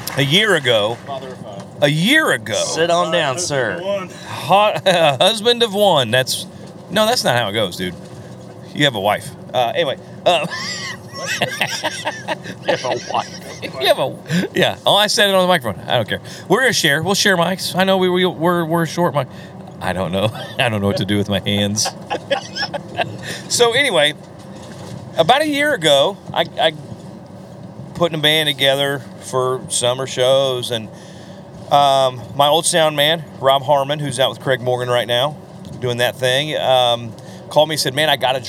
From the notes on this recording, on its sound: This week we bring you out on the road! Coming back from a show in Nebraska, we decided to pack up the podcast gear and bring you a podcast live from the RV!